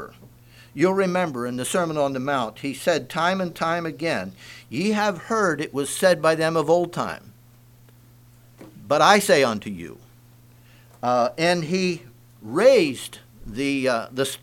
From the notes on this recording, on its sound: Message preached at Word Of Hope